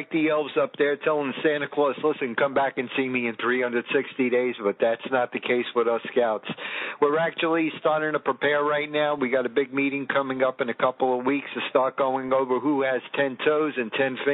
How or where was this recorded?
phone line